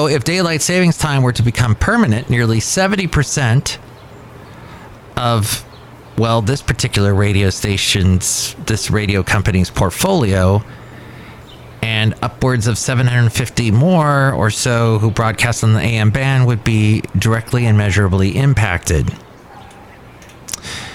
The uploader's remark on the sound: podcasts live from Café Anyway